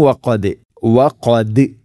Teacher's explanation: ദാലിനെ ശരിക്കും കേൾക്കണം, കൽക്കല ചെയ്യണം.